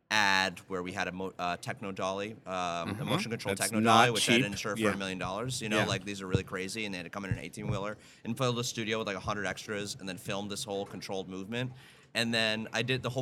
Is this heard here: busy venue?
yes